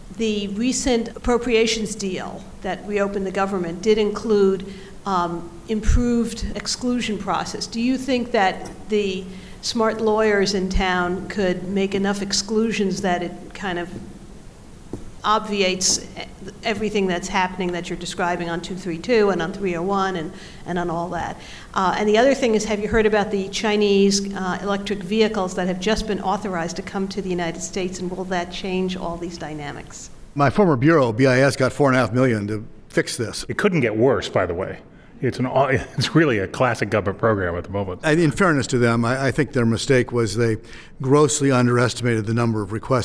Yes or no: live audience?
yes